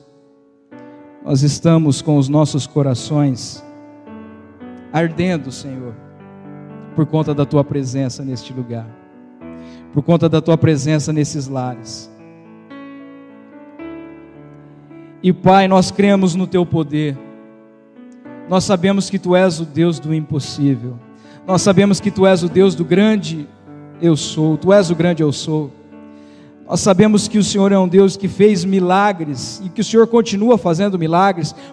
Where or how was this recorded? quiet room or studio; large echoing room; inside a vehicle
large echoing room